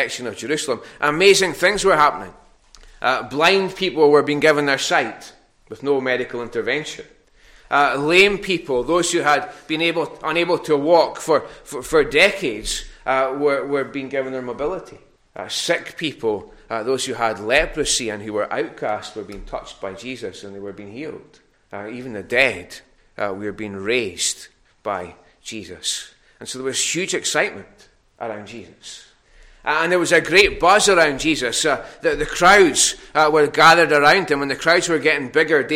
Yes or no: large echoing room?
yes